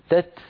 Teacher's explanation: لابد بعد التاء من جريان النفس الذي هو الهمس · Term: همس التاء